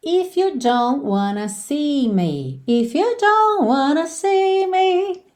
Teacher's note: você já percebe que esse T do don't não aparece, lembrando que todas essas consoantes oclusivas pintadinhas de vermelho podem aparecer mais, menos ou nada e frequentemente não aparecem nada.